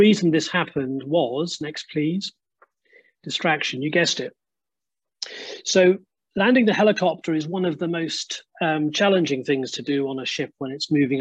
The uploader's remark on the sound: This recording is taken from the webinar ' Heads & Hearts, theirs & ours Eating Disorders, Complexity & Medical Mistakes '.